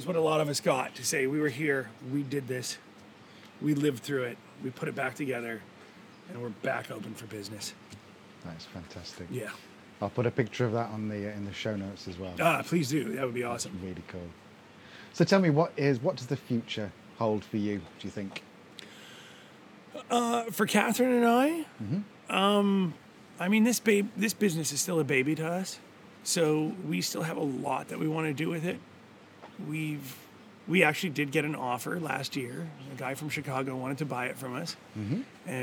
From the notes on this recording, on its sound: Gili Trawangan, Bali. The audio is a bit funny today, because we did the interview actually in the bar (complete with neat rum all round!).